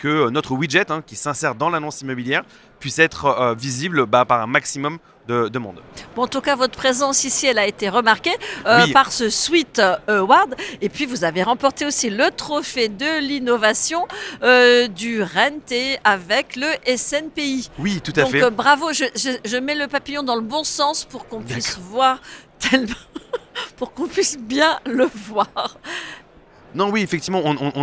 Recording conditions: busy venue